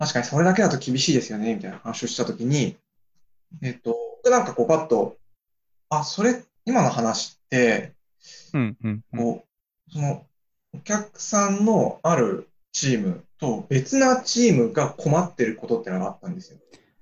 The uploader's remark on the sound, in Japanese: Zoomの無料アカウントの制限のため終わり